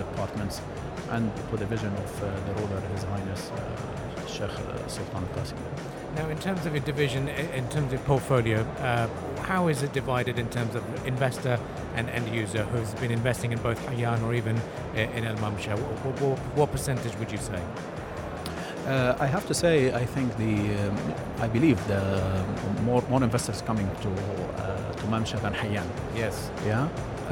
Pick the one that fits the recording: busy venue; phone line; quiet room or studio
busy venue